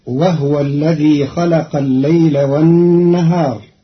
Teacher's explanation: قرأ قالون كلمة وهو بإسكان الهاء فتصير وهو الذي خلق الليل والنهار، والضم والإسكان في لغة العرب.